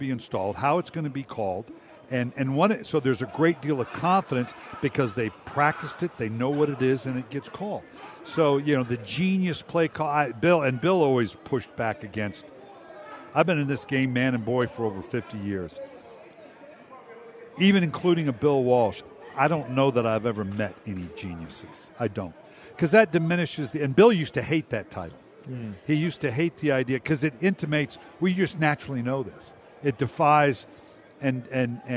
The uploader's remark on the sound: live from Super Bowl Radio Row